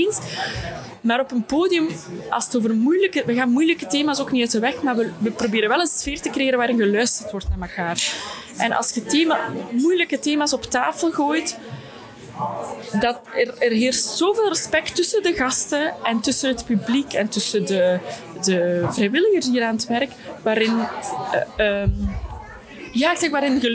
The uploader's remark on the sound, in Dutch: Mini-interviews op het Festival van de Gelijkheid